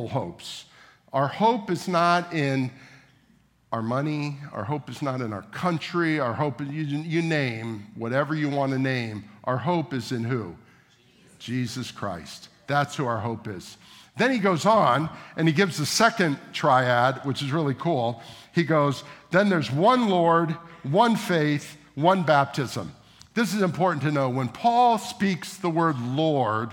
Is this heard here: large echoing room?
yes